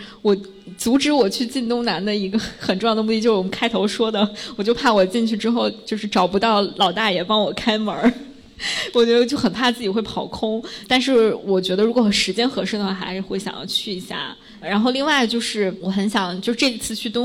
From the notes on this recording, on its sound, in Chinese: 在北京一间非常有设计感、清新明快的「PIN 3口咖啡」顺利起飞！也和现场 30 位可爱的听友一起。